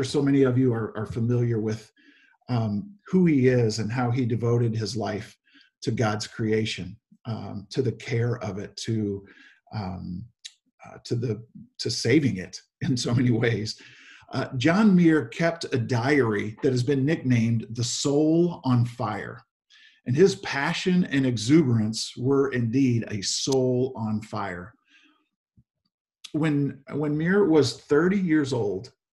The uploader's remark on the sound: Zoom Sunday